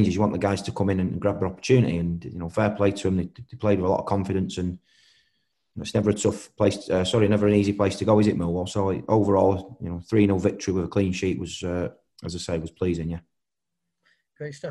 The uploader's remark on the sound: Virtually faces the media as City prepare to face Huddersfield Town at Ashton Gate.